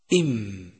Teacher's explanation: يخرج حرف الميم من بين الشفتين إم، ويصاحب حرف الميم غنة تخرج من الخيشم. صفات حرف الميم المتضادة هي أولا الجهر، حيث ينحبس النفس عند النطق به إم.